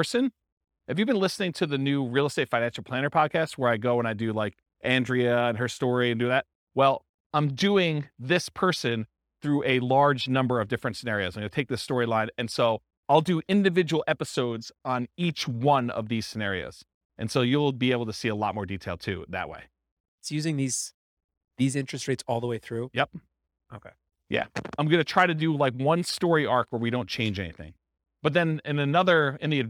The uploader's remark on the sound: This was a live class recorded